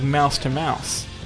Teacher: the TH sound doesn't exist in Japanese, making it sound like mouse-to-mouse